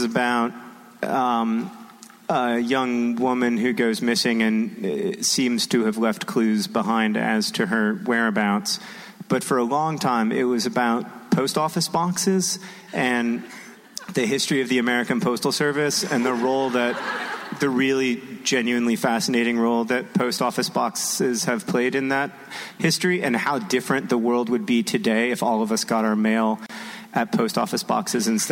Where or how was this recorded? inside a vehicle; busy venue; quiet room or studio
busy venue